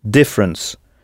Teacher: comme pour different, on insiste à l'oral sur la première syllabe